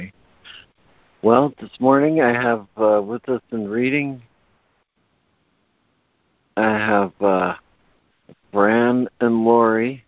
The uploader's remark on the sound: ACIM Daily Conference Call.